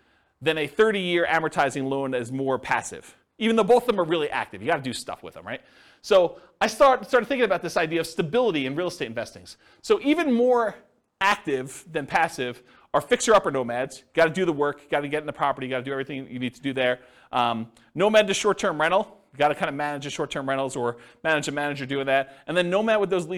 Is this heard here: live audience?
yes